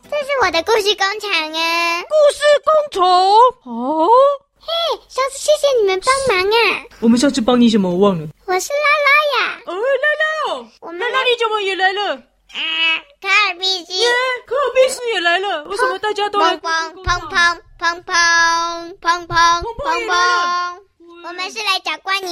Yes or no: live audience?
no